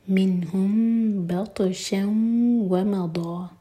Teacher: منہم بطشن، M T میم کے بعد با، اخفاء شفوی. میم کو ہولڈ کریں گے لیکن ہوٹوں کو ٹائٹ بند نہیں کریں گے